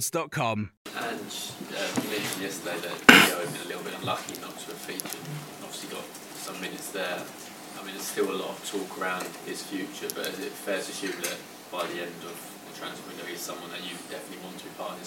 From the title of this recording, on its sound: PRESS CONFERENCE